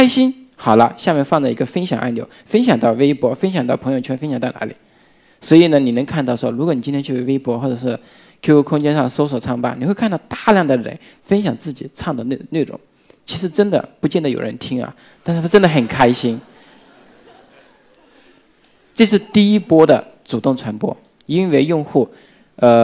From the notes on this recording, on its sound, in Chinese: 一席现场